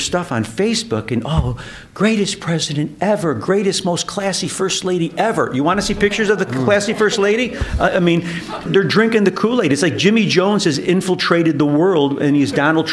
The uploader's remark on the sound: From a live studio audience in Chicago.